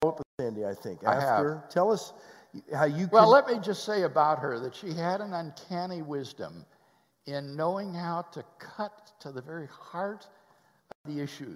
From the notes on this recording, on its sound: Live at West University Baptist Church. Interviewed by the church staff during Sunday morning worship at West University Baptist Church in Houston Texas.